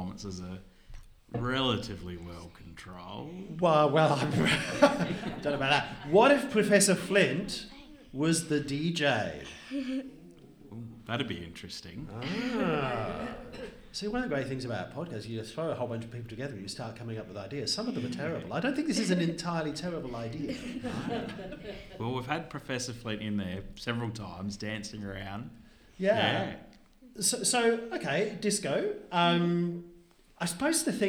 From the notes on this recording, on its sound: Travelled to various communities in Australia, to record multiple episodes of the Palaeo Jam podcast for National Science Week. Recorded in Naracoorte, South Australia, in front of a live audience.